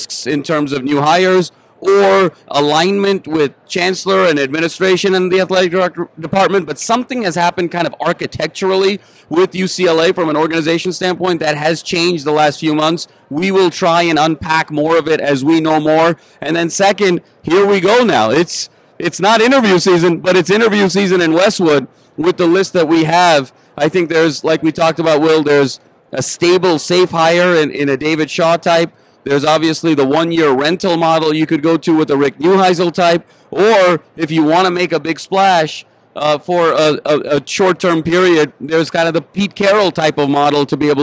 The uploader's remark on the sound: live on Radio Row in Las Vegas